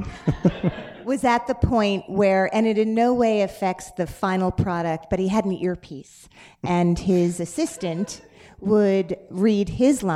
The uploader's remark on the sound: Recorded Live. For a live podcast event with proceeds from ticket sales going to The Trevor Project.